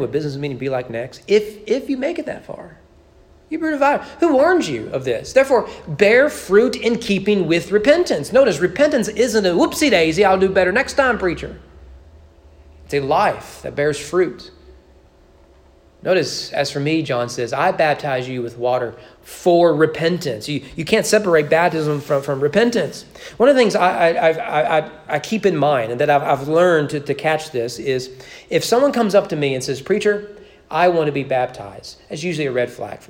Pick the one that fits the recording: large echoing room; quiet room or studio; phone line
large echoing room